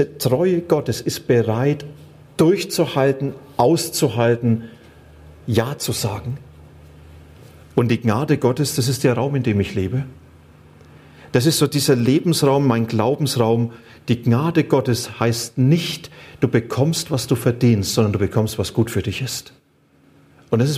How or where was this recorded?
large echoing room